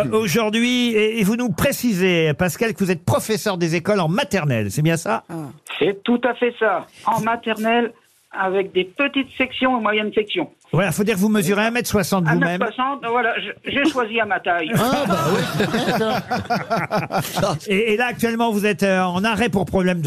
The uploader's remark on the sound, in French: Avoir des auditeurs au téléphone